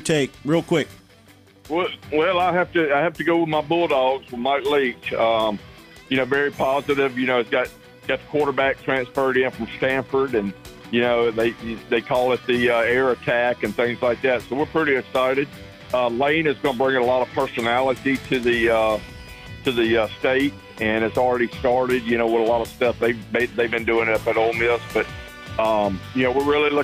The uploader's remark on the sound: We also take listeners phones calls including one from Tampa, Florida. We take listener calls.